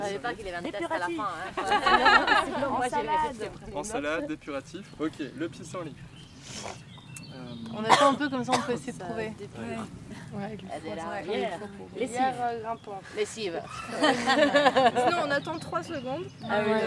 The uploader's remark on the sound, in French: Festival de Modavie 2023. Enregistrements réalisés pendant l'édition du festival de Modavie de mai 2023.